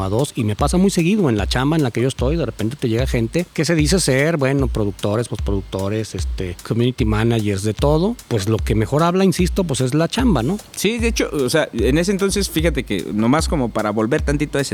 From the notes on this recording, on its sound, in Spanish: Una larga plática en el jardín de su casa.